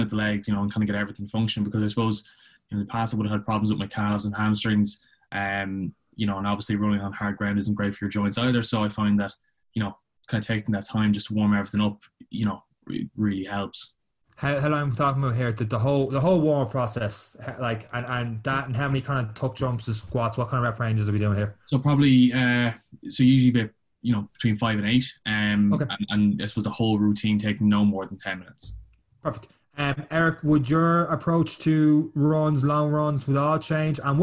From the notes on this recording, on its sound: the lads are connected through Zoom